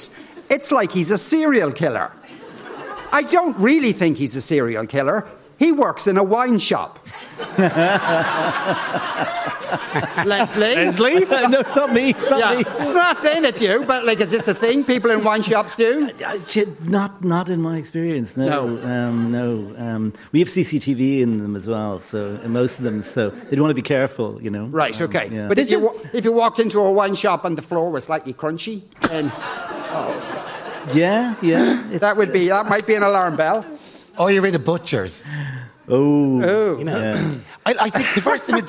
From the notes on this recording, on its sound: LIVE from The Sugar Club